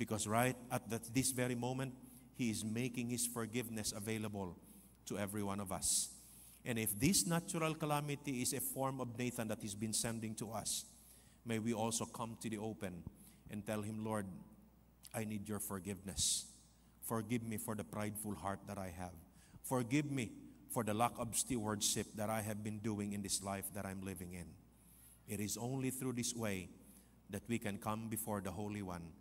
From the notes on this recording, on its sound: This podcast was recorded live last August 13, 2023 at Zamboanga City Alliance Evangelical Church.